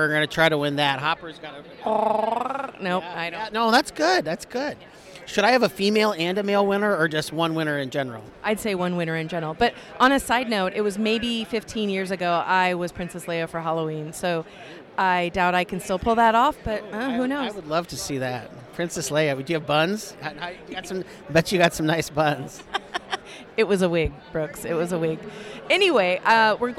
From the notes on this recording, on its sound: Interviews From the Iowa Bike Expo. Walked around and talked with various people about their business, or reason to be at the Iowa Bike Expo.